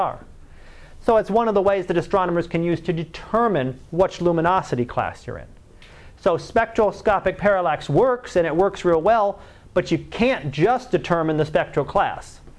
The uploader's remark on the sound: Live Class Lecture